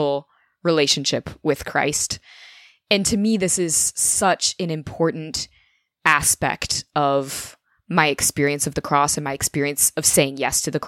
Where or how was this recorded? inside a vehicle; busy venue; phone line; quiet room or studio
quiet room or studio